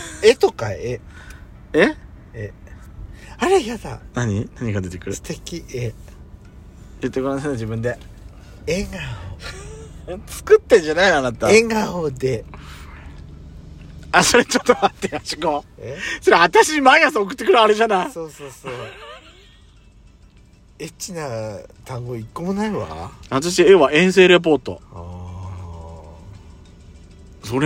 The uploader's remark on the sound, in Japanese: パーキング収録